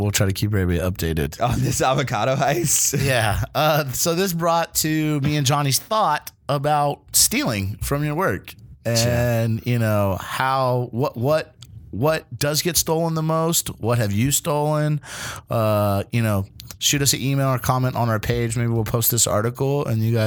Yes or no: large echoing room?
no